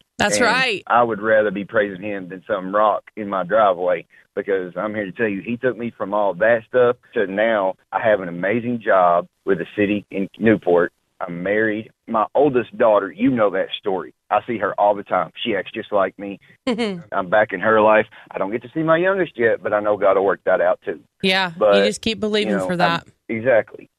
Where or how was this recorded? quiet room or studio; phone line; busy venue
phone line